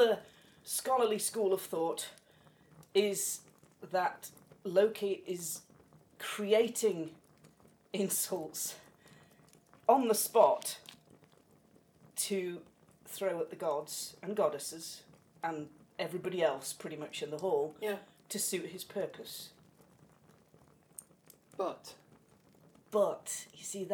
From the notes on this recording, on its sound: Background fire ambience.